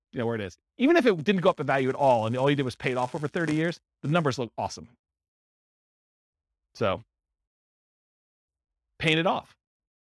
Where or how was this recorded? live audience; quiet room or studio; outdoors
live audience